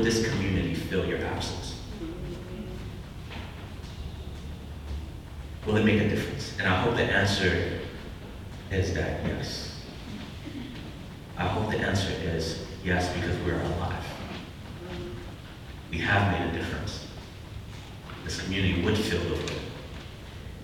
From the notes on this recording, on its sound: We apologize for the bad audio. This was a secondary source to capture the message.